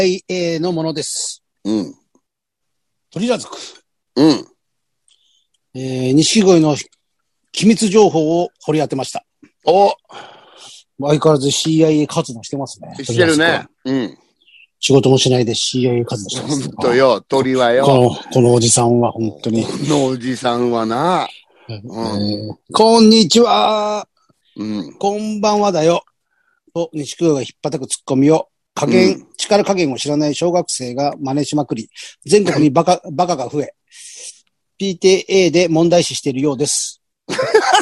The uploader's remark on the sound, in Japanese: ZOOMより配信。